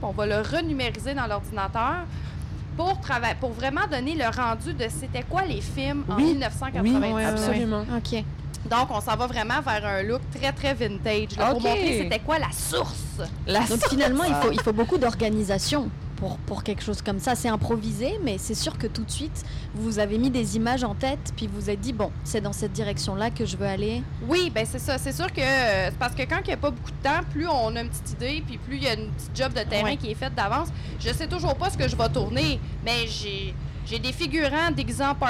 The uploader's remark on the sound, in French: Épisode enregistré dans le train qui mène les invités, de Montréal à Saguenay, de REGARD à la 23e édition.